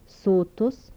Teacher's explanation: Lithuanian. Dental fricatives without palatalization.